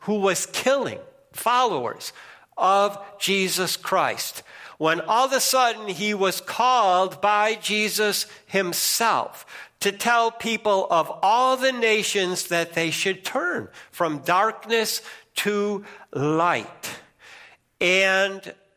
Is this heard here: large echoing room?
yes